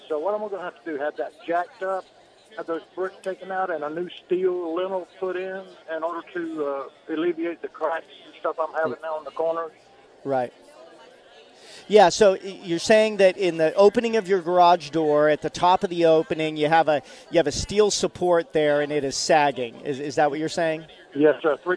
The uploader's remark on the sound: live this week from the First Alert Hurricane Expo